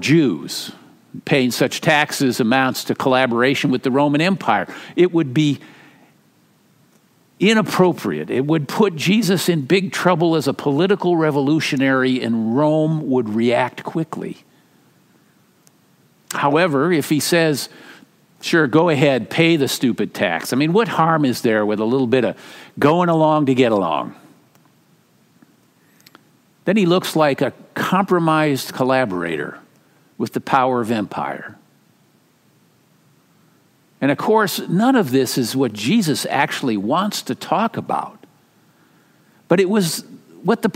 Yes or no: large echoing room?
yes